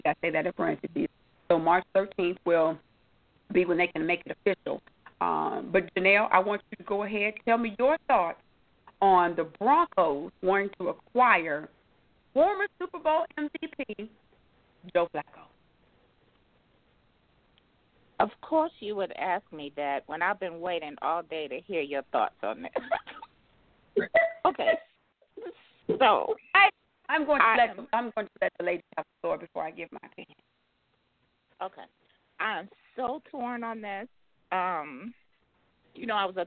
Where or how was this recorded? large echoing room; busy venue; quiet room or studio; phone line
phone line